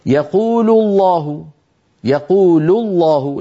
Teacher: لفظ الجلالة هنا سبق بضمة أيضا مفخم